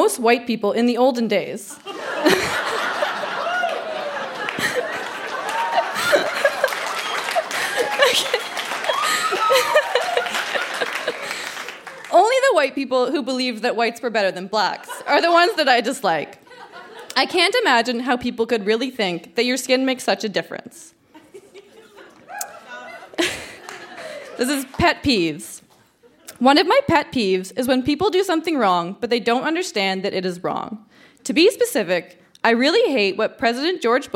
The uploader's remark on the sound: Recorded live at The York Theatre in Vancouver, in partnership with ONE TO ONE, a children’s literacy program.